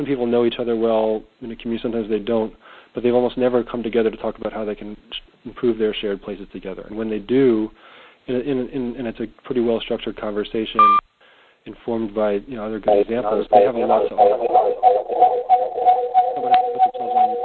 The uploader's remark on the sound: Call recorded on February 10, 2011.